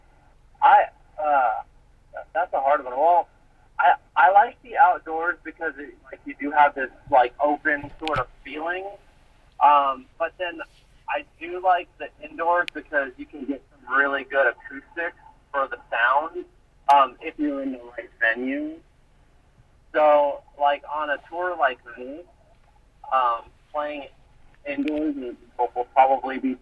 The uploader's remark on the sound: Recorded via phone call